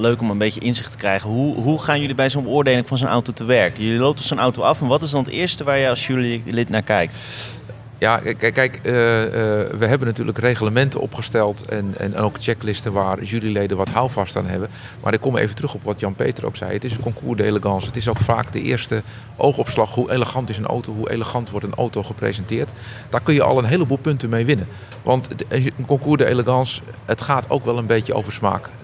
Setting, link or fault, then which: setting, busy venue